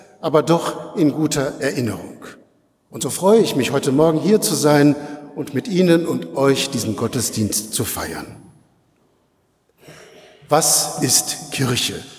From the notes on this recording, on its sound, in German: Predigt-im-Festgottesdienst-300-Jahre-lutherische-Gemeinde-Detmold.